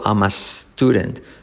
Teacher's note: La D como es suave, I'm a student. La T final casi no se dice.